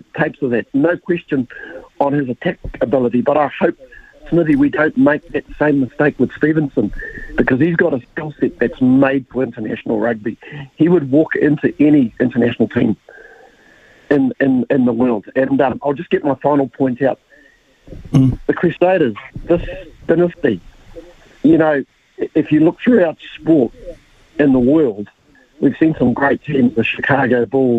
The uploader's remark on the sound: We've thrown the phonelines open for you to have your say